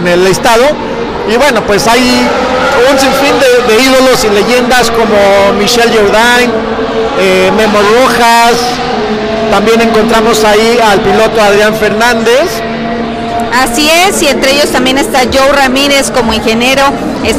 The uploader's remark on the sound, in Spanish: También platicamos en vivo desde el autódromo.